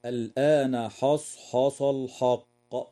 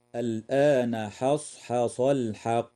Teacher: فبعض المبتدئين يقرأ بتفخيم الحاء تأثرا بحرف الصاد والقاف، فيقرأ خطأ هكذا: الآن حصحص الحق، وهذا خطأ، والصواب ترقيق الحاء وتفخيم الصاد والقاف · Shown in: second take · هكذا: الآن حصحص الحق.